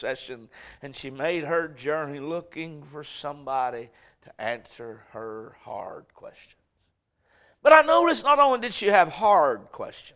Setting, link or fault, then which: setting, large echoing room